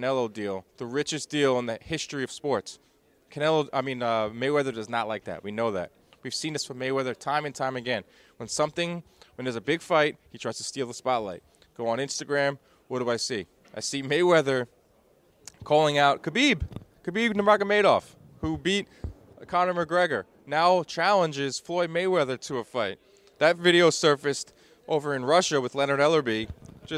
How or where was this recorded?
busy venue